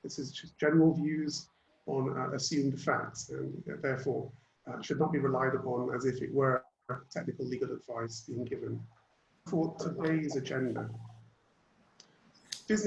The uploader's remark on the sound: Webinar audio recording dated 2 Sep 2020.